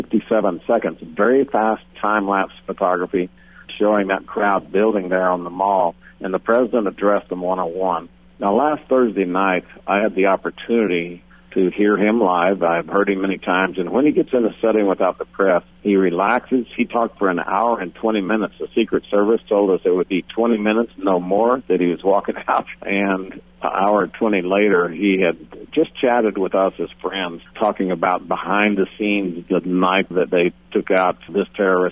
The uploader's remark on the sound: Calls in from the field.